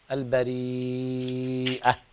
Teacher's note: في البريئة مد مشبع ست حركات